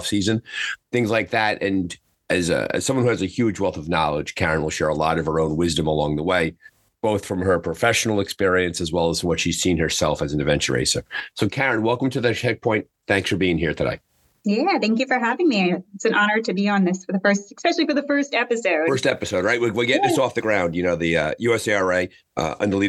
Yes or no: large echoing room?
no